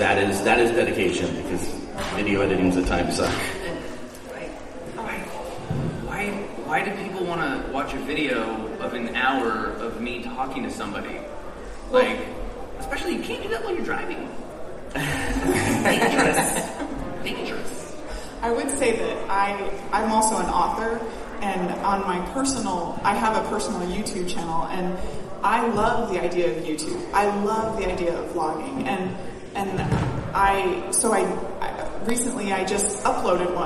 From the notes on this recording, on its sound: NerdCon Podcasting Panel! In case you couldnt make it to Escondido for our panel at NerdCon, here it is!